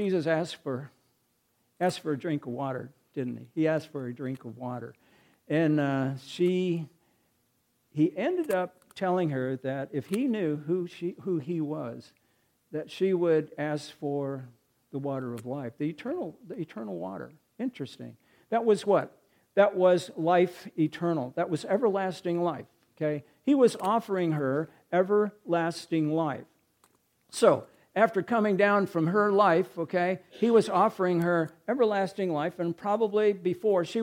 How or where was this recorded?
large echoing room